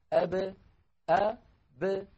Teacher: فيخرجون الباء بالتباعد بين الشفتين لا بالتصادم بينهما · Term: القلقلة